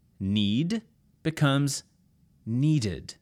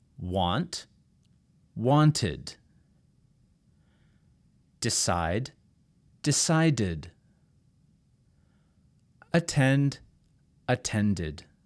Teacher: Finally, we have root words ending with T or D. If your root word ends in T or D, you will add an id sound. And this is very important. You add an extra syllable.